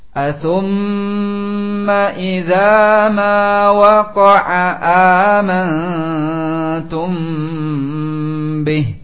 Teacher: Syahidnya di amantum ditahan. Dua harokat dan juga di mim dua harokat. · Term: ikhfa